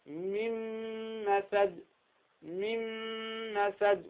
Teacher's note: وكذلك ميم، الميم من مثل، هي من مثل، من مثل، ولكن انظر هنا النون ماذا نفعل بها؟ ندغمها في الحرف الثاني ويصير النون والميم التي تليها ماذا؟ حرفا واحدا كالثاني كالميم مشددا، فننطق بها ماذا؟ · Term: إدغاما بغنة